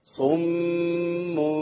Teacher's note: الامر سهل جدا، اسمعوا مني كده، صم ايه اللي انا عملته؟ الميم مشددة ومخرجها مع اطباق الشفتين، طب اطباق الشفتين هجيب ايه؟